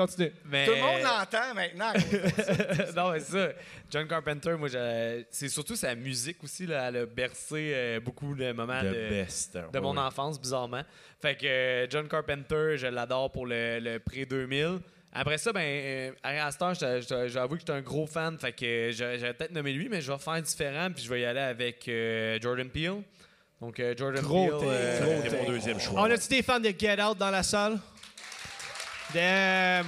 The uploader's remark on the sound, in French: Live au Festipod. Dans le cadre du Festipod, je présentais un épisode devant public pour la première fois.